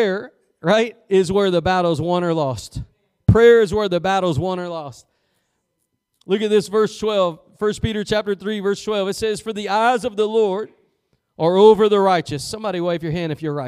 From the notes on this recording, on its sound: Preached at Gospel Lighthouse in Bossier City, La.